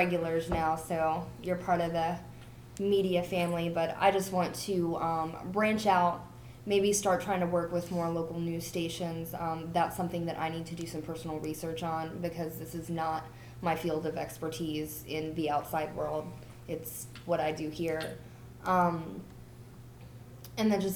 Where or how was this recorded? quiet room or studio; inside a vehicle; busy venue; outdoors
busy venue